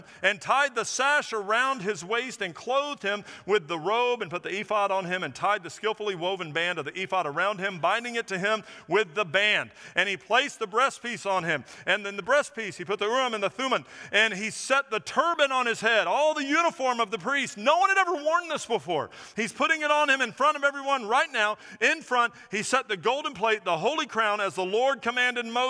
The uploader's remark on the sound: Recorded at First Baptist Church of Orange Park on August 20, 2023.